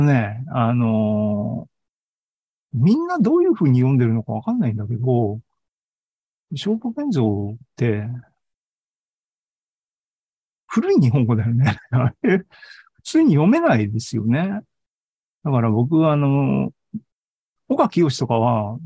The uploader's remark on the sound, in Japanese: ２０２２年１２月２１日に開催した ZOOMライブの模様です